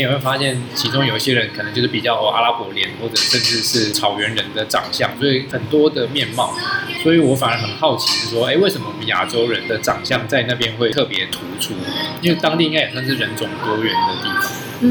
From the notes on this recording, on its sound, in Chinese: 本集白噪音指數：柔風級 3/5。錄音地點： 三亞米 Sunyummy，土語系學妹開的店。